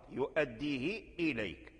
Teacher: لاحظنا أن ورش وقالون اختلفا في صلة الهاء يؤديه، فقالوا لم يصلها، فقرأ بكسر الهاء فقط